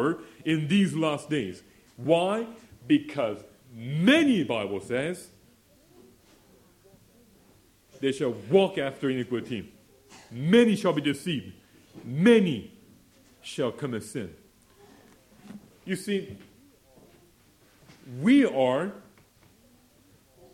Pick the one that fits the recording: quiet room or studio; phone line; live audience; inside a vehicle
live audience